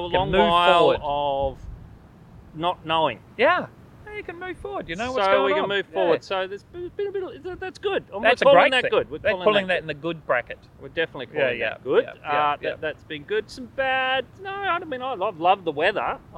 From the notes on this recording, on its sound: This week Good Bad Weird filmed outside by the ocean at Bulli beach.